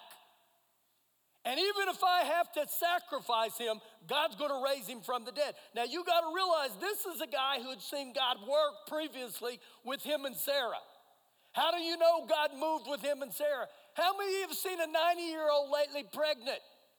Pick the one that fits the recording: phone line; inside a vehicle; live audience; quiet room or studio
live audience